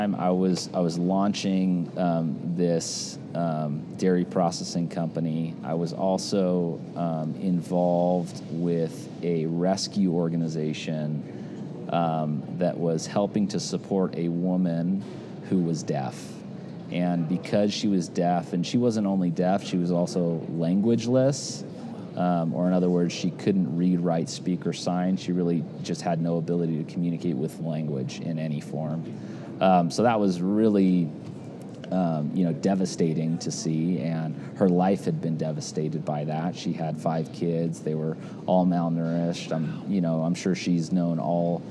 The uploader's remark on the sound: Live from C12